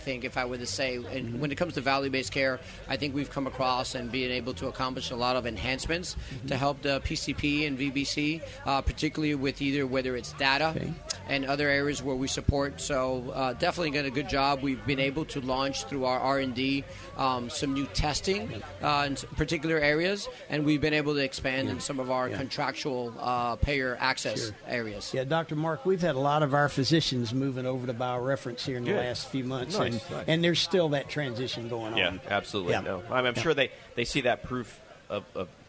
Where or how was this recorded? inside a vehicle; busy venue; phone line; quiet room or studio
busy venue